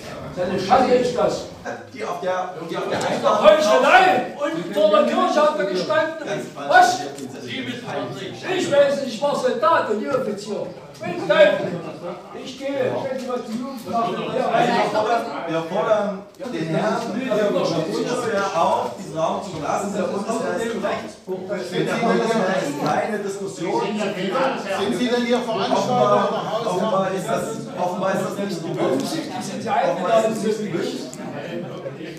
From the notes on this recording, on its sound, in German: Veranstaltungsmitschnitt